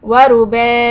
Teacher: if I'm going to stop then I'll stretch the ba to more than three counts